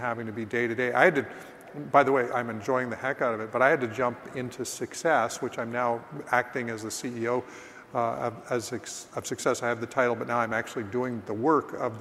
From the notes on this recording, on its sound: live from EXPCON 2022